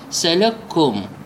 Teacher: إذا رأينا إدغام المتماثلين اللي يذكرها علماء التجويد، لابد من عندما نقرأها هكذا: سلككم، بسبب إدغام الكاف مع الكاف